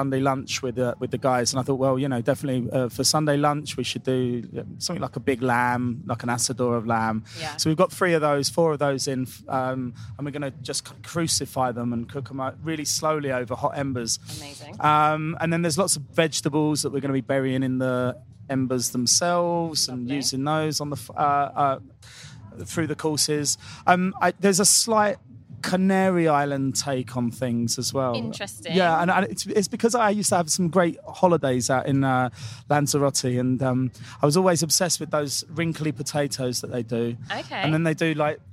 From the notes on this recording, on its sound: at Wilderness Festival, in Oxfordshire